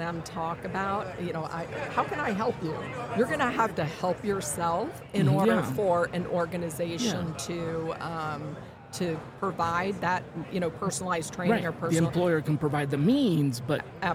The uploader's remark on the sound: Special mini series recorded with Oleeo at HR Tech 2023. Special mini series recorded with Oleeo at HR Tech 2023.